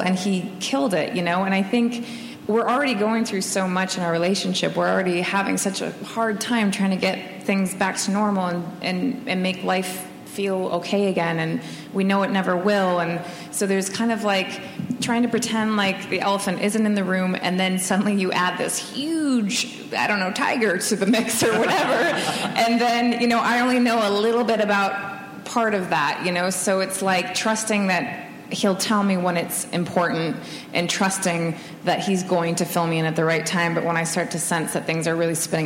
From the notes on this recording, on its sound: BONUS EPISODE from ATX Television Festival. Following an advance screening of the Complications premiere. Recorded at ATX opening night, June 4, 2015.